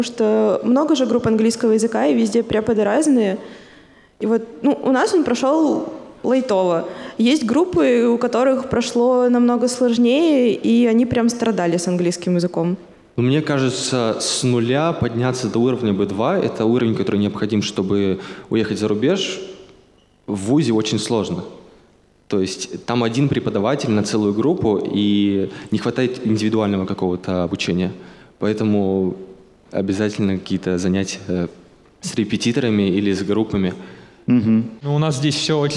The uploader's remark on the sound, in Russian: Мы записали этот сезон в рамках встречи с абитуриентами 24 июля. Из-за пандемии всех-всех позвать мы не могли, но записали разговор для тех, кто не попал.